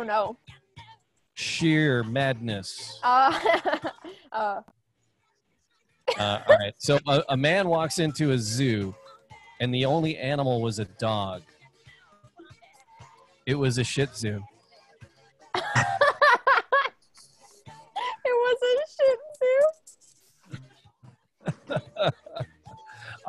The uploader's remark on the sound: Remotley we attempt to zoom some animal fun. We got zoom bombed.